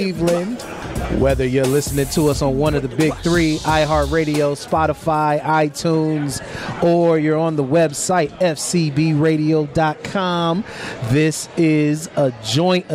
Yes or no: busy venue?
yes